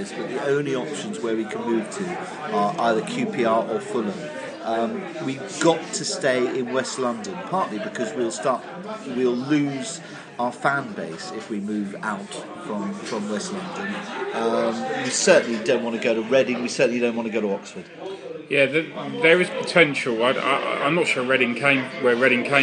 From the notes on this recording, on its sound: Post Norwich match - fan discussion in the pub. Norwich discussion with Beesotted crew in the pub. Brentford fans forum discussion.